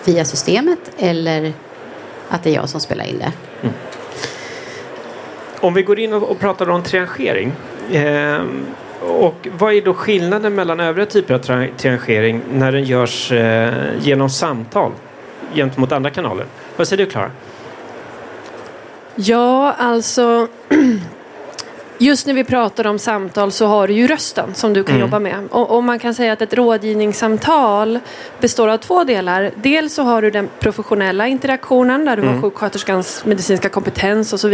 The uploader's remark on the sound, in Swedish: Live-samtal direkt från E-hälsa + MTVe mässan.